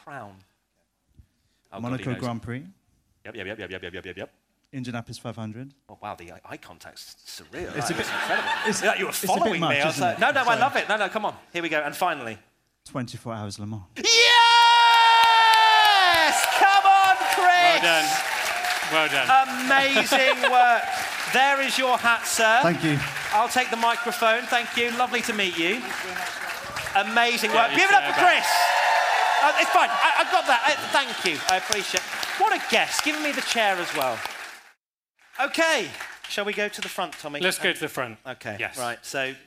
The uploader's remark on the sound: Our first ever P1 Live Show at Leicester Square Theatre in London!